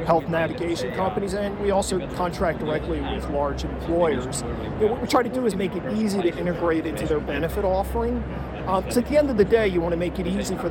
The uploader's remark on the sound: It’s an Interview in Action live from HLTH.